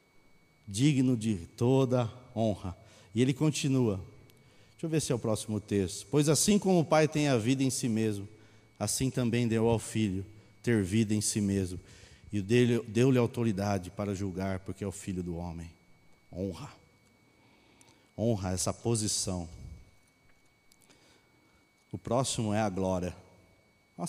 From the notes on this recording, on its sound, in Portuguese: Mensagem gravada na Bíblica de Botucatu